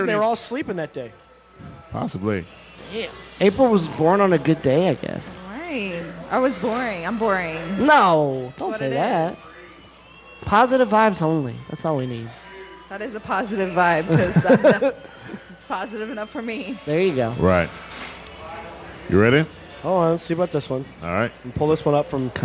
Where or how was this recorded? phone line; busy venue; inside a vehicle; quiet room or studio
busy venue